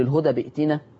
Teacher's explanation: لما توصل الهدى بئتنا هتتقلب الهمزة دي ألف · Term: الهمزة الساكنة